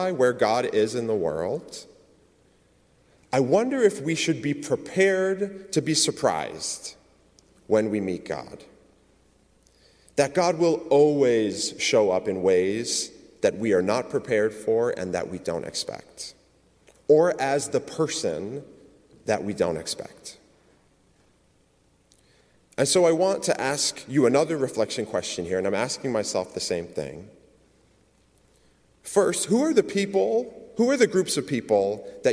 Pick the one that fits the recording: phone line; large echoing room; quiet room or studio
large echoing room